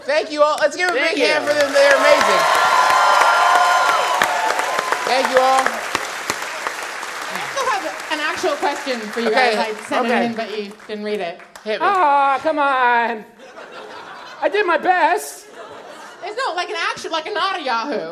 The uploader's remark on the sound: Remembering How to Do Live Shows in Portland. Listen in to our nearly two-hour-long live show in beautiful Portland, Ore., which we performed after not doing a live show for over six months. It was also our first live show using lavalier mics, which led to a lot of what we in the comedy industry like to call "working the room."